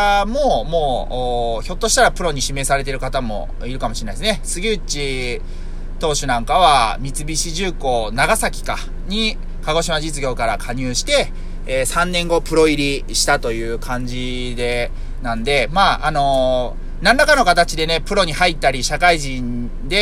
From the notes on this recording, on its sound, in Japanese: 車内で涼ながら収録しているのでエアコンの雑音がBGMっす。